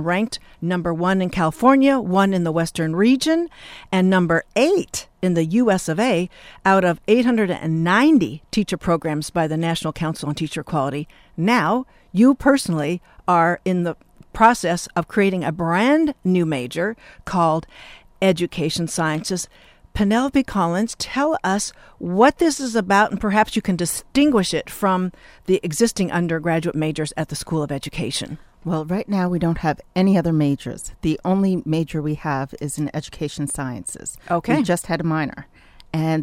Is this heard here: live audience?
no